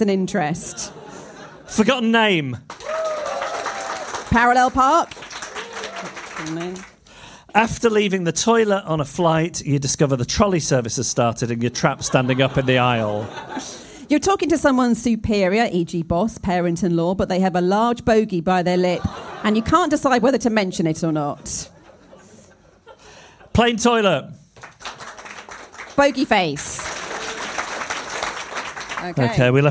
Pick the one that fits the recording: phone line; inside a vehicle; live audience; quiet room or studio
live audience